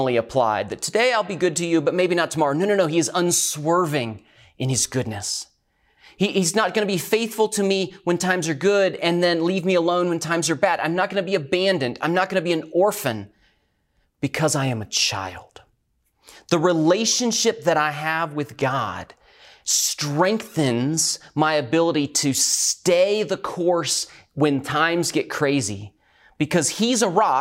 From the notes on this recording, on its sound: recorded at Northlands Church on May 17, 2020